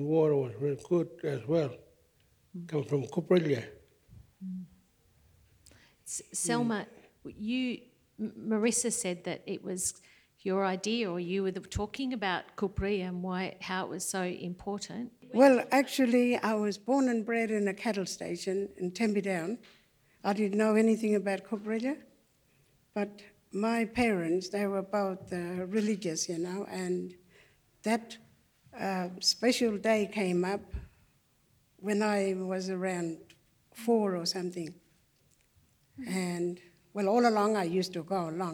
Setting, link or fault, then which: setting, live audience